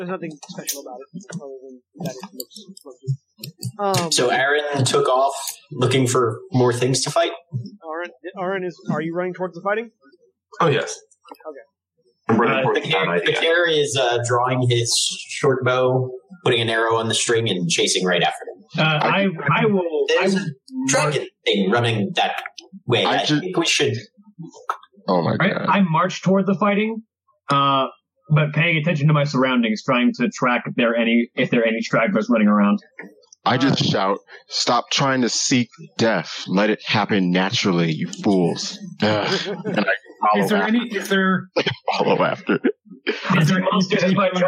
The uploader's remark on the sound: We apologize for the poor audio quality.